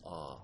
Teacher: many, many Canadians have one sound for all back vowel lexical sets